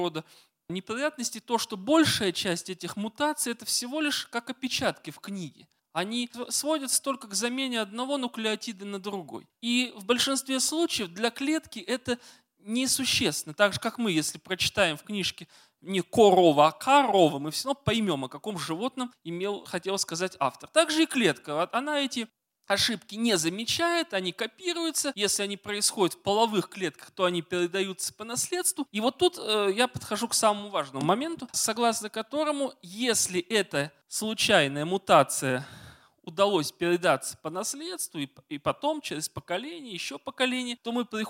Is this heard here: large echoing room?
yes